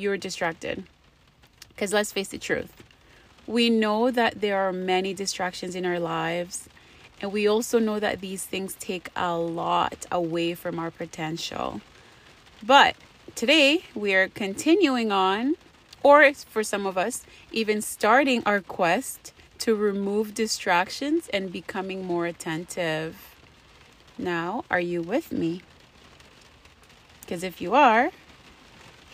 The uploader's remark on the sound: I recorded while it was raining thinking it was a good idea, you be the judge. I'm iffy about the sound quality.